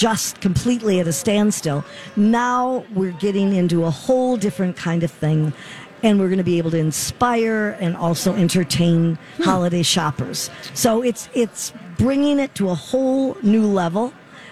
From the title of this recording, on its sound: Live at the Minneapolis Convention Center